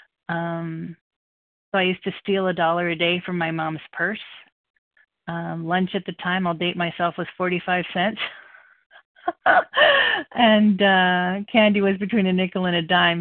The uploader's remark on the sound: from the 100 Pounders Phone Meeting, 5/2/23